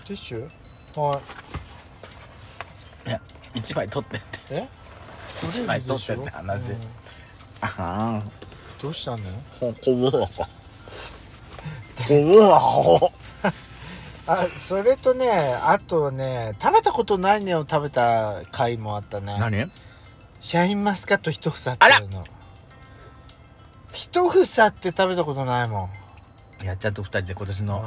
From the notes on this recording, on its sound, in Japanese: パーキング収録